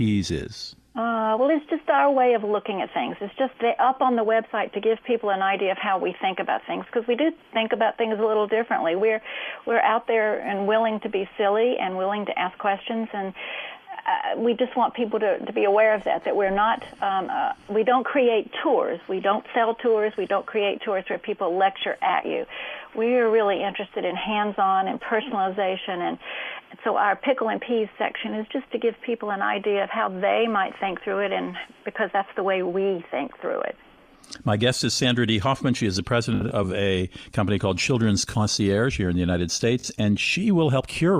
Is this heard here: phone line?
yes